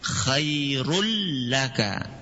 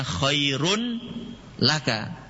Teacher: Apanya yang dimasukkan? Nun tanwinnya tadi dimasukkan ke huruf lam sehingga tanwinnya enggak kelihatan. · Shown in: first take · Term: Idgham bila gunnah